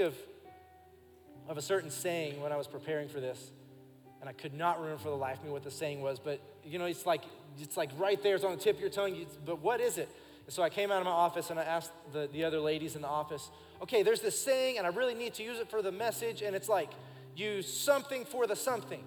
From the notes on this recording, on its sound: Recorded live during our Sunday morning service